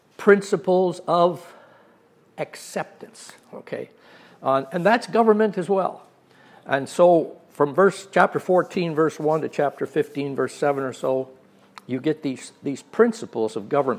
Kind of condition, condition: setting, large echoing room